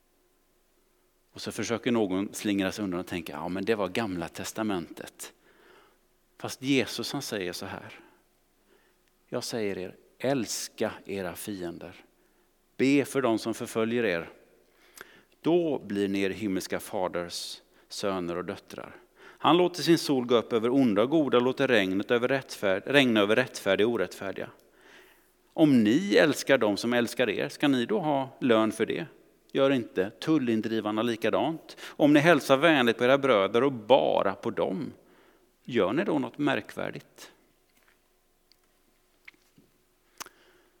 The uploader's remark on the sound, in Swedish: Inspelning från Immanuelskyrkan Skövde.